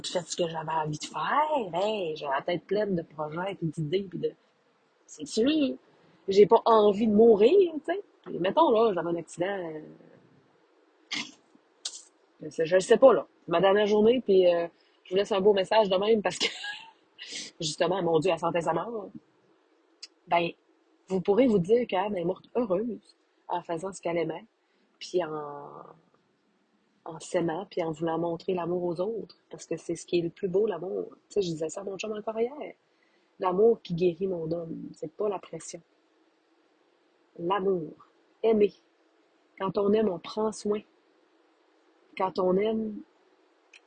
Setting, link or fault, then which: fault, poor microphone